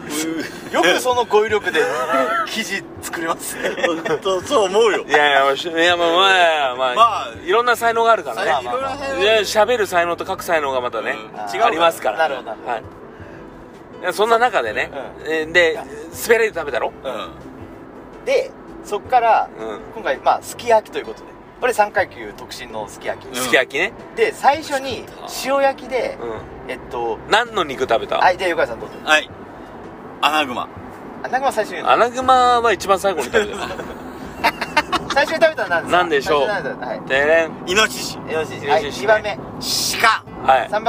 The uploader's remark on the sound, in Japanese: 今回は、福岡県岡垣町にあるジビエ料理屋べんけいで食べた後の車の帰り中です。金曜日の焚火会3人で収録です。